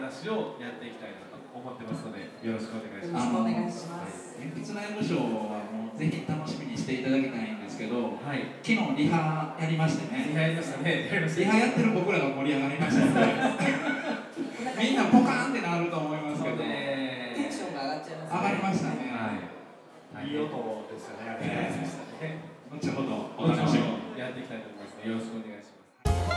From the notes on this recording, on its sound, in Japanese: 2018年春に開催された、文具と紙と暮らし市での、ホジラジ公開収録の模様をお届けします。